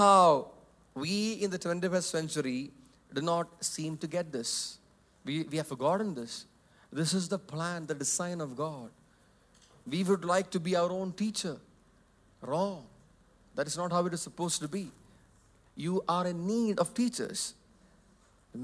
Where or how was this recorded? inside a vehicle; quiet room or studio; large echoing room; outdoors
large echoing room